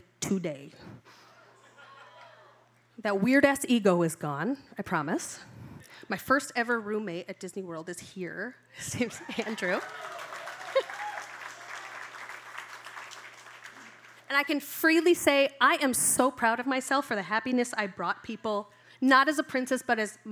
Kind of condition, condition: setting, live audience